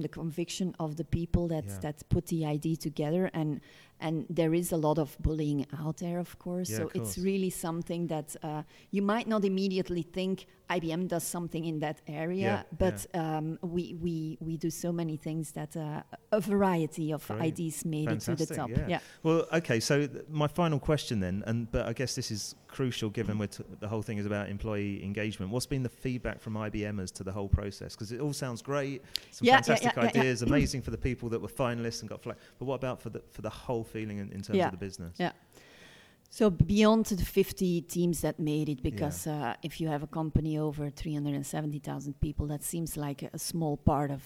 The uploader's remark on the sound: Recorded at Quadriga, Berlin. Show 33 was recorded in Berlin at the Quadriga’s Internal Communications conference.